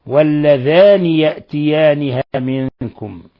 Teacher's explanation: الباقون بتخفيف النون مع القصر